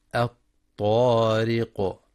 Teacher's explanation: ينتبه لترقيق الراء في كلمة الطارق مع مراعاة قلقلة القاف عند الوقف